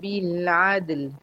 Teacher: بالعدل فيها حرفين ساكنين، اللام هتاخد توسط زمن التوسط، والدال هتقلقل